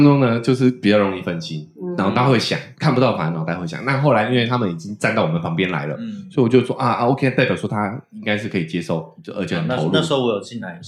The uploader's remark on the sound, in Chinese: 音質警告，錄製環境不佳、請選擇性收聽！